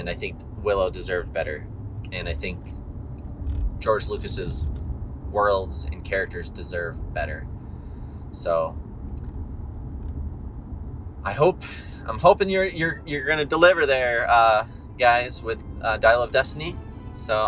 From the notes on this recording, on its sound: I recorded this one in the car.